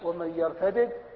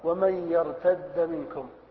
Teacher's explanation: فبعض السبعة قرأوا بالفك ومن يرتدد، وبعض السبعة قرأوا بالإدغام ومن يرتد منكم